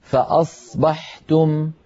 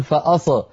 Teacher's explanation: لا تجعل الصاد تهتز · Shown in: first take